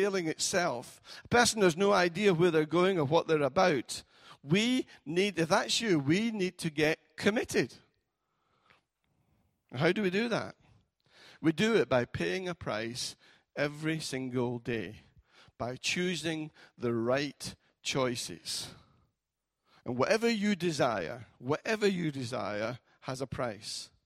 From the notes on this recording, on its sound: Recorded at freedomcentre church, Preston on Sunday 1st July 2018.